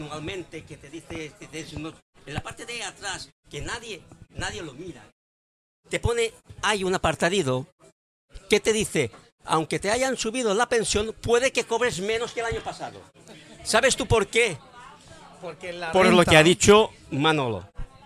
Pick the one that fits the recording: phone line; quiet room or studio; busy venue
busy venue